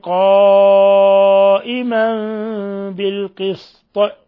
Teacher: قوله تعالى قائما بالقسط، الحكم التجويدي هنا إقلاب، أن تنوين الفتح جاء بعده حرف الباء، فالحكم التجويدي إقلاب، قلبنا التنوين ميما مخفى